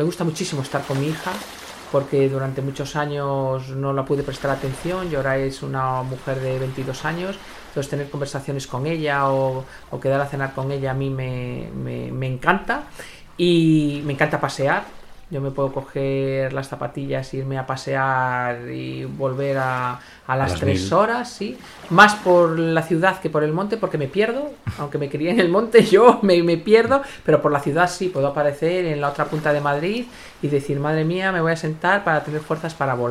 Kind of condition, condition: fault, sounds in the background